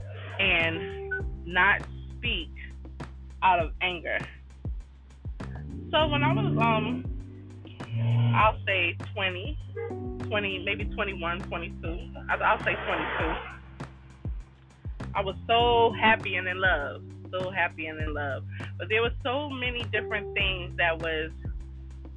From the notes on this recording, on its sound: While sitting my in my car